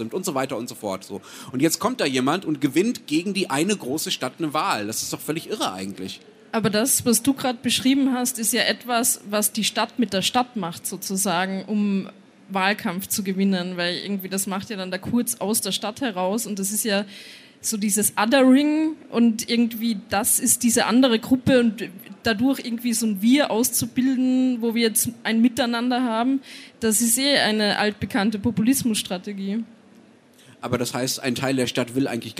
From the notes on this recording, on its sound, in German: Beim Livepodcast auf der Buchmesse Wien